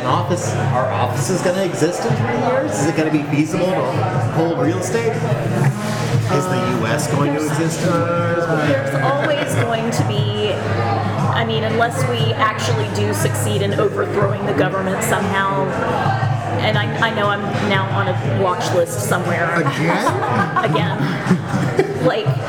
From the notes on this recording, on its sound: Live at State & Ale. Chatting it up in a bar!